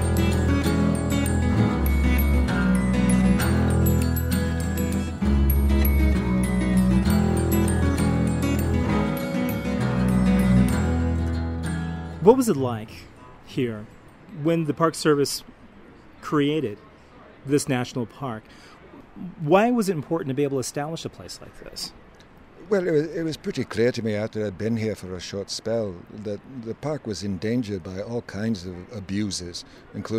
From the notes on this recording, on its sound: Yosemite Valley California. I’m walking with my recorder along a wooded path. Ahead of us is Yosemite Falls, a massive flowage of water running white and fast, churning with melted snow from the high country upstream.